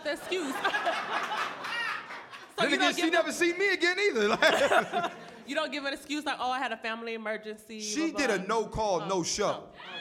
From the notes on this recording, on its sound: New York City Live Podcast.